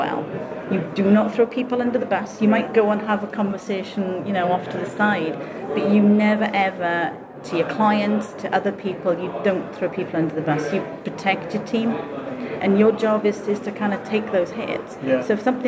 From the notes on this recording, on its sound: A Field Trip to the Port Authority of New York and New Jersey Conference. I am bringing you with me to the Port Authority of New York & New Jersey Conference where I will be talking with several guests.